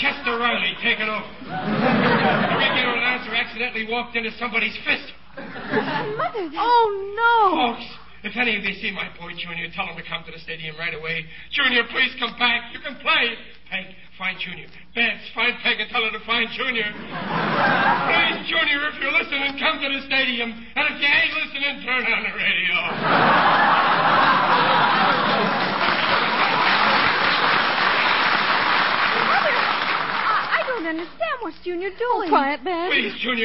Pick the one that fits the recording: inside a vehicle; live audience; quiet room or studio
live audience